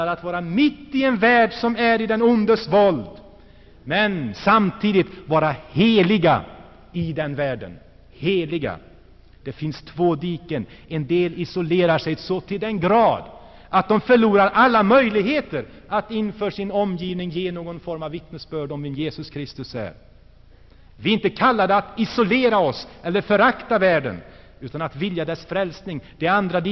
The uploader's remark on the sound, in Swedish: Inspelad i Saronkyrkan, G&#154;teborg 1984-11-04